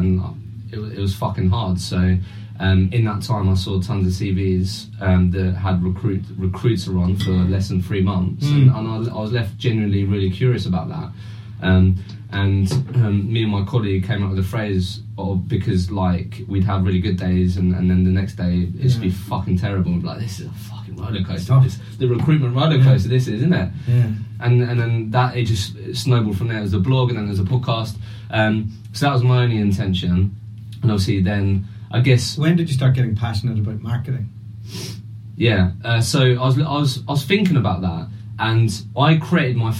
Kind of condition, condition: fault, poor sound quality